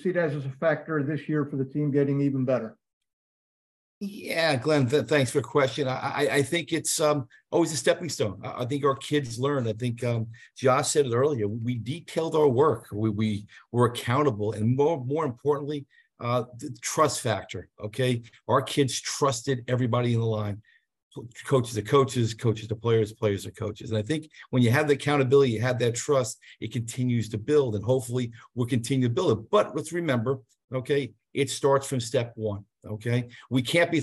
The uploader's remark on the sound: live from the virtual Ivy League Media Day